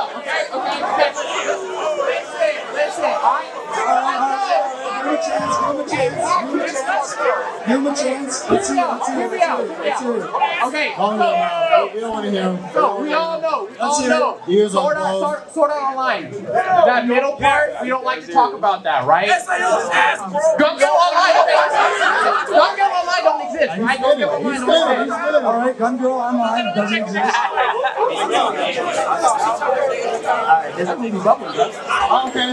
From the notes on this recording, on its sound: LIVE AT DREAM CON!!